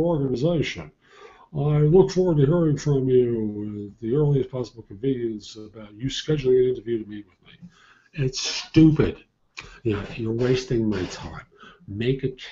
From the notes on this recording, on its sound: Originally recorded as a Google Hangout simulcast as a live show